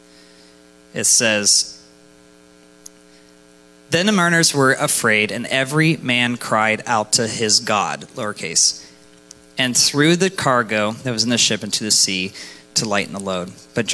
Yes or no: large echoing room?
yes